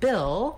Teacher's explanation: we have the vowel I, which is a lax high front vowel